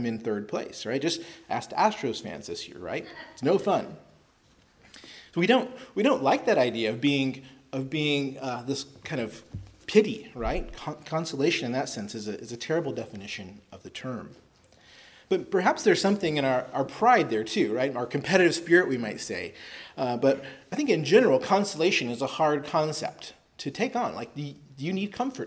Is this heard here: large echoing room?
yes